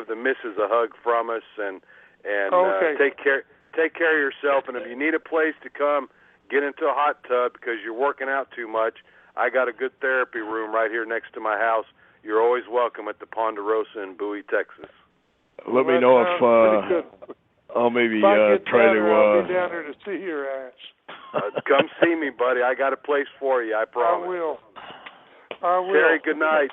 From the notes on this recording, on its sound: scheduled to call in and tell their tales